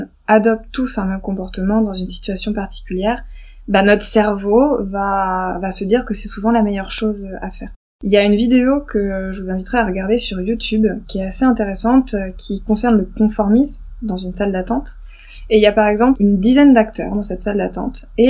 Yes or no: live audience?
no